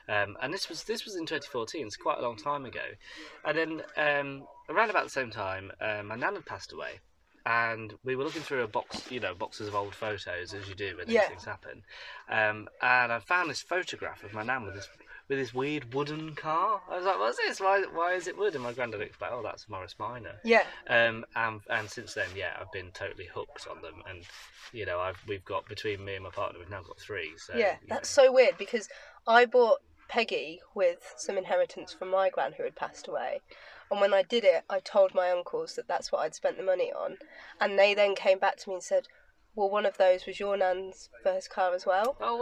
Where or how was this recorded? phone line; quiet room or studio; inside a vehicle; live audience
inside a vehicle